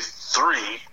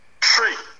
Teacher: So when you ask them to say three, they say tree. · Shown in: second take